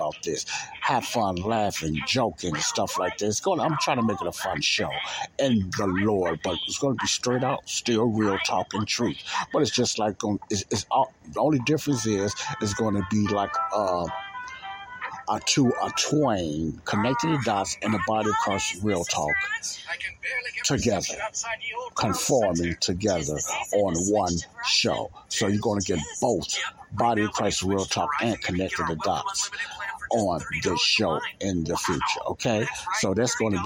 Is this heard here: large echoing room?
no